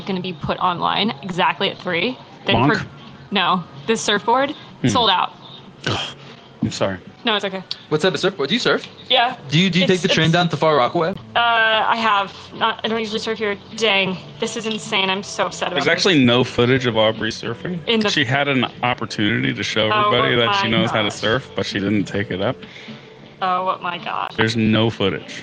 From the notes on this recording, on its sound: live from Pubkey